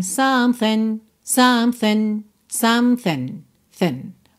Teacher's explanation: essa segunda parte aí da palavra something tá bem reduzida